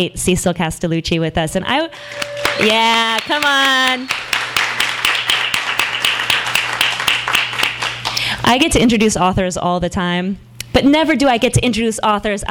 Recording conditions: live audience